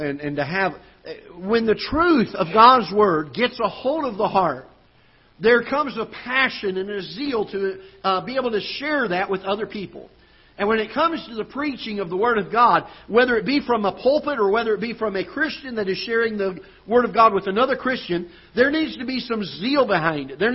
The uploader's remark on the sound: Ketha Heights Baptist Church ~ Live Broadcast